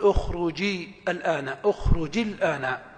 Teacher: ها الأصل في التخلص من التقاء الساكنين بالكسر، كأخرج الآن، أخرج أمر مبني على السكون، الآن مبدوء بأل، فعند الوصل ستحذف همزة الوصل ويكون الآن مبدوء بلام ساكنة فيلتقي ساكنان فتكسر الجيم من أخرج